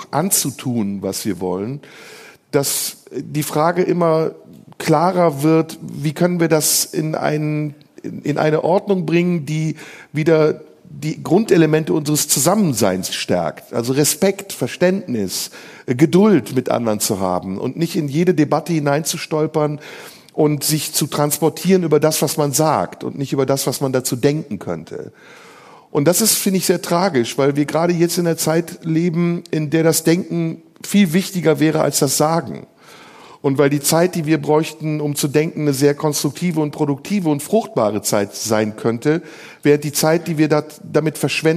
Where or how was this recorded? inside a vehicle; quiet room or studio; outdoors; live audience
live audience